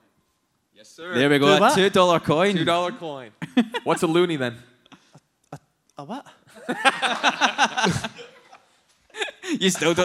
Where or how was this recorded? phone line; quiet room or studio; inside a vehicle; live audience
live audience